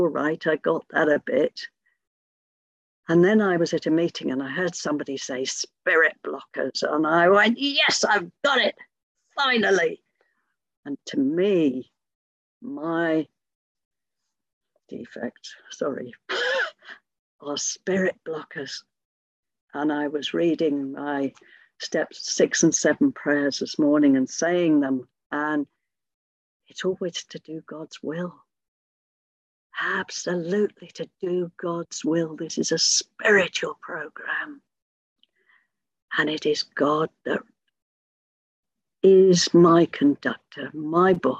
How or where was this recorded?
video call